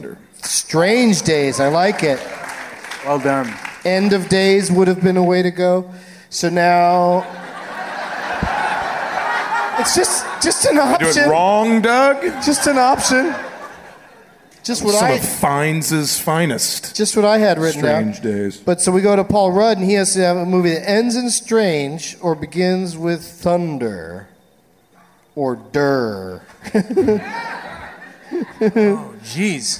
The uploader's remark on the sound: Live from the Gramercy Theater in NYC